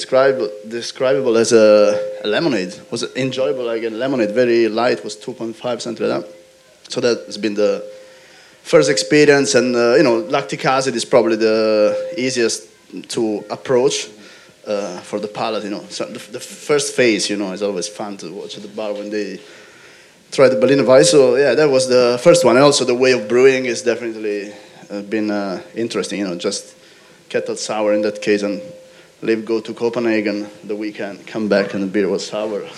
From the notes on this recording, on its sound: Our final panel talk from FyneFest 2019. Thanks again to Fyne Ales for having us.